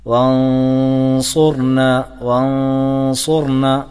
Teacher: അവിടെ നൂൻ ഗുന്നത്ത് നിലനിർത്തുകയും എന്നാൽ ആ സാക്കിനായനെ അവ്യക്തമാക്കുകയും ചെയ്യുന്ന രൂപമാണ് അവിടെ ഉള്ളത് · Term: ഇഖ്ഫാ